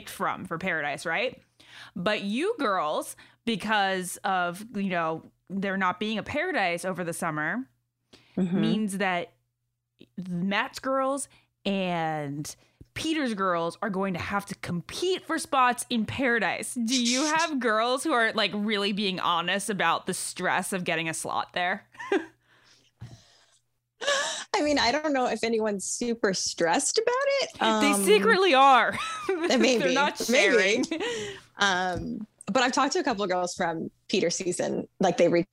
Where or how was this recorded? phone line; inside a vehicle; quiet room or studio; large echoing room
quiet room or studio